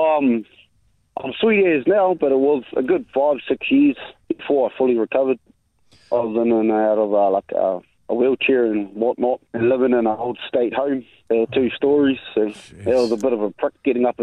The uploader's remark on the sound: called in to tell us